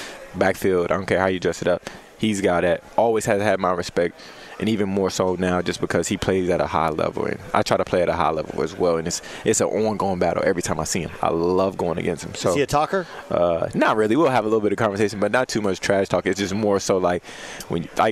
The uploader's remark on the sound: live on Radio Row